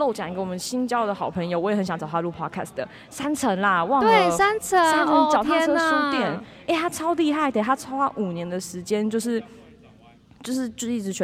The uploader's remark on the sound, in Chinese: 不DO書團隊出去玩啦！我們到了2022保安林書市。我們在市集現場的錄音。